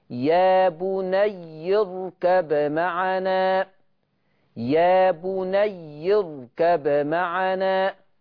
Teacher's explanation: اركب معنا باظهار الباء عند الميم